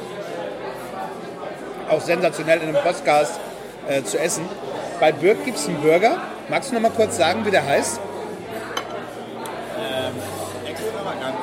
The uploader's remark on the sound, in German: Die Aufnahme fand live in der Astra Brauerei auf der Reeperbahn statt. Die Aufnahme fand live in der Astra Brauerei auf der Reeperbahn statt.